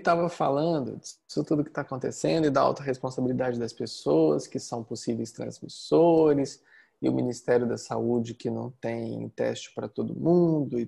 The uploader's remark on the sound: Online via Zoom (bit.ly/zoomsangha).